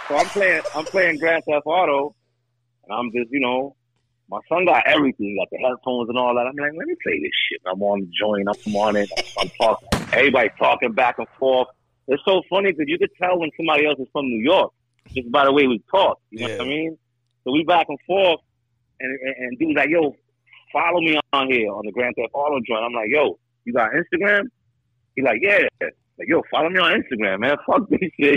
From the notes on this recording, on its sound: We field calls from our live Facebook listeners